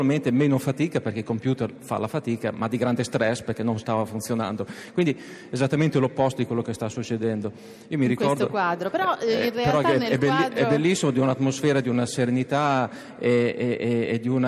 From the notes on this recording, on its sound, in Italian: in diretta da forlì